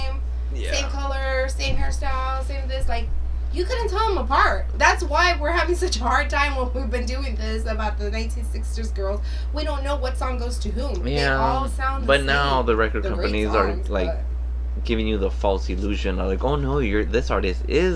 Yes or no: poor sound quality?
yes